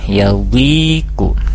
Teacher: di yawi ada ya sukun ya, dipanjangkan 2 harkat · Term: matobi'i